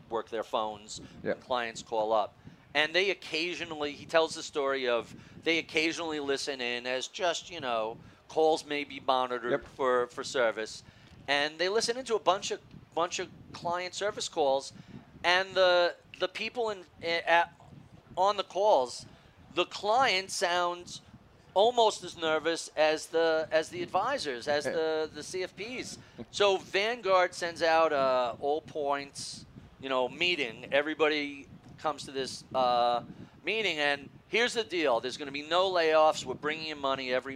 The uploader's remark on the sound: at the Future Proof Wealth Festival in Huntington Beach